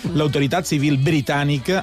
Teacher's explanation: L'autoritat civil britànica, perquè aquí hi havia una labiodental bilabial junta i costa un munt pronunciar-ho